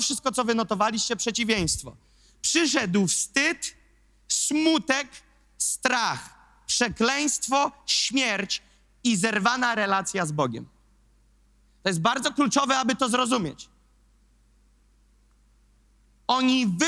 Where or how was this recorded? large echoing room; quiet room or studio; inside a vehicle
large echoing room